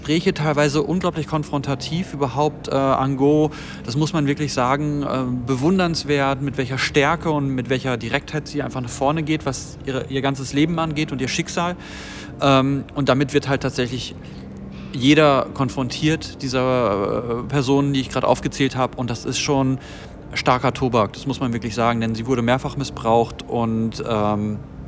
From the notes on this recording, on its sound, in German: live von der Berlinale